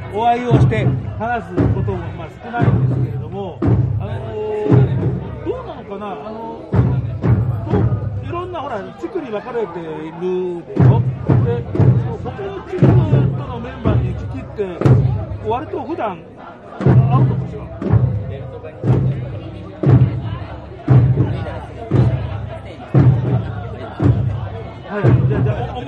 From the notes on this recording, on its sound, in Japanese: ブースに押しかけての収録